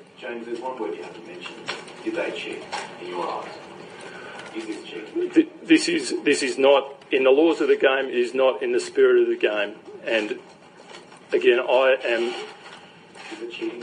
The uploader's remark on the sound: Press Conference In South Africa